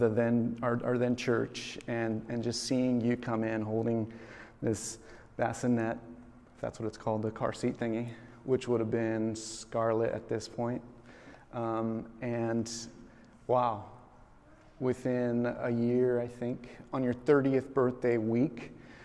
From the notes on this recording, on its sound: This message was recorded on September 24, 2023, at Union Ridge School in Ridgefield, Wa.